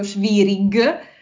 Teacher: la G finale nelle parole che viene pronunciata proprio aspirata